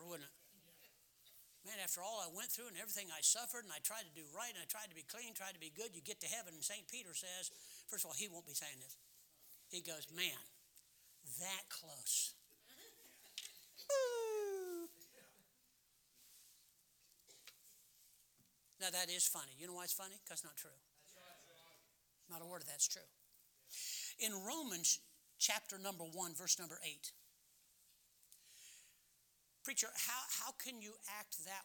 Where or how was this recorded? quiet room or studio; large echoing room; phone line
large echoing room